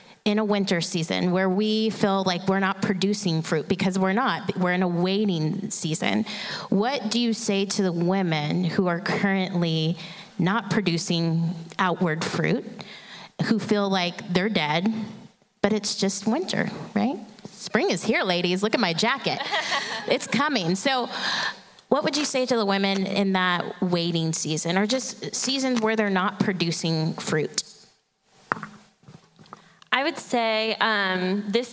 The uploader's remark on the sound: From the 2023 Interactive Women's Leadership Conference. Featuring our panelists and Q&A with audience members.